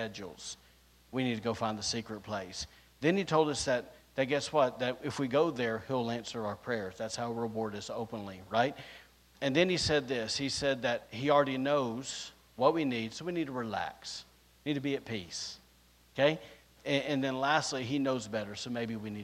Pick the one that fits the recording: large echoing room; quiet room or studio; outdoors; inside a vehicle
large echoing room